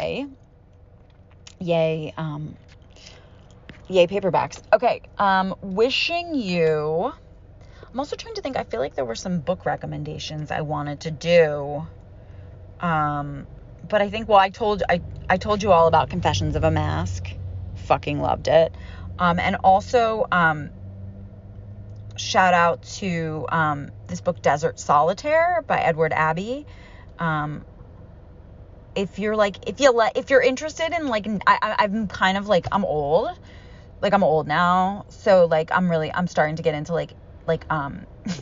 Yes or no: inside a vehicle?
yes